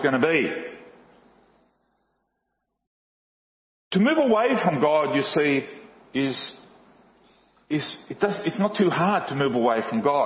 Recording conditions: large echoing room